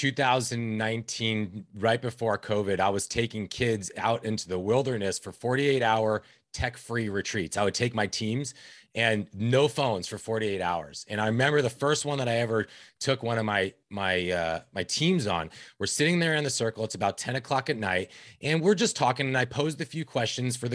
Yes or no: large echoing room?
no